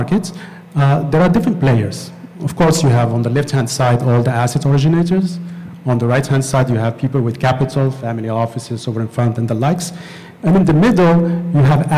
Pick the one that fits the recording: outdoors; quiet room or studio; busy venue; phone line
busy venue